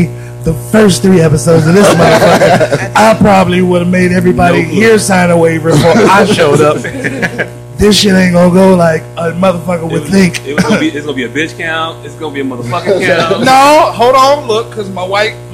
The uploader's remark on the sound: Excuse the technical difficulties, we had some sound quality issues.